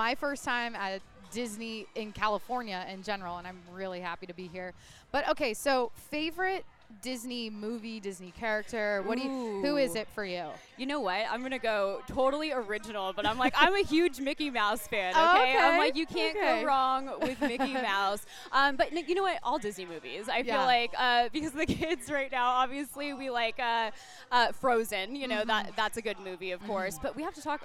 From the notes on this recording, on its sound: recorded from the 2023 Anaheim Ducks Day at Disneyland California Adventure Park